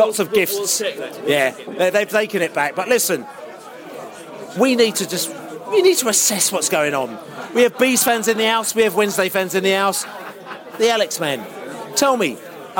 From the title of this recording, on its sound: post-match podcast from the pub